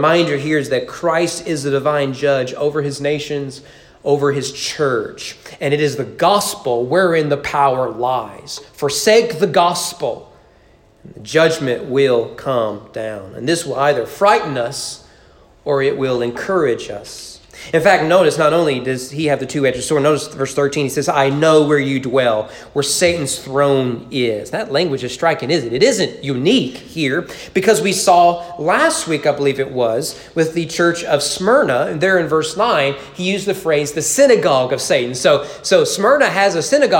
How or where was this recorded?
large echoing room